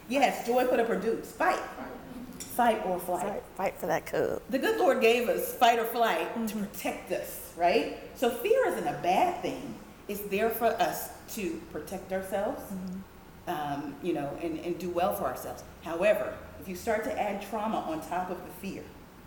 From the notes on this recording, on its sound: DFW Book Signing at BLACKLIT. It was recorded before a live audience.